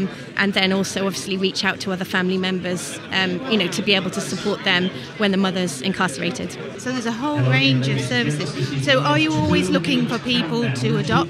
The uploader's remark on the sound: Recorded at the South Yorkshire Expo in Sheffield in May 2023.